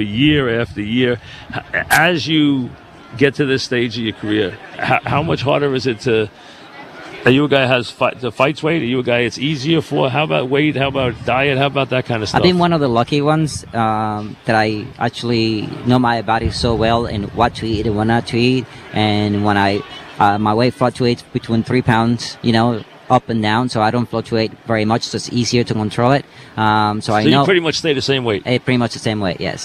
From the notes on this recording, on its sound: live at Saratoga